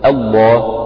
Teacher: لأنك إذا ابتدأت تنطق بهمزة مفتوحة، إذا ابتدأت بلفظ الجلالة فإنك ستنطق بهمزة الوصل مفتوحة فتقول الله، فتعتبر لام لفظ الجلالة هنا مسبوقة بفتح.